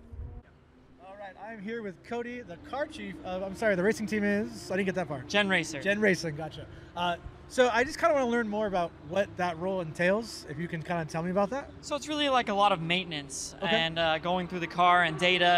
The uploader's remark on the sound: comes to you "live" From the GT Challenge Sonoma Raceway